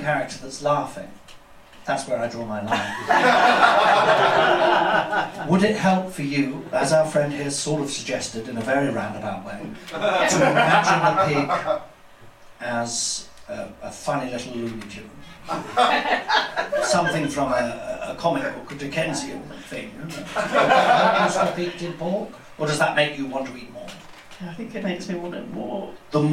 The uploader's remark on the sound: Live recording at the Museum of Comedy!